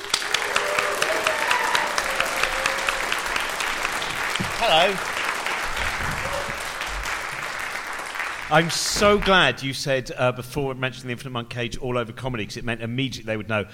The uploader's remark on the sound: A special LIVE show at The London Podcast Festival. Stick around after the live conversation.